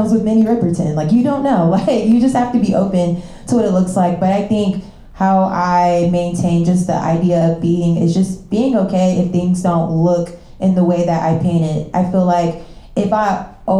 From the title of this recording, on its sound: NYC LIVE SHOW